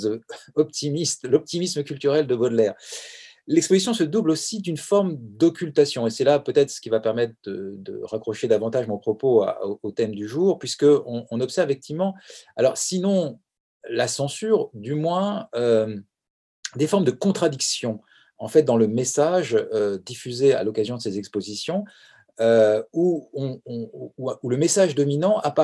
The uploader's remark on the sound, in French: Enregistré sur Zoom le 4 février 2021